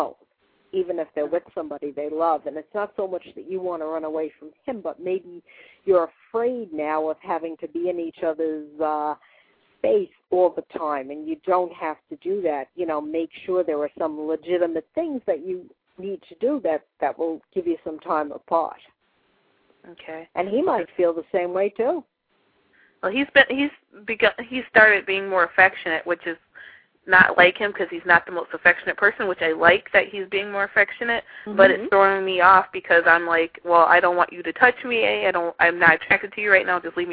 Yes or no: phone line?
yes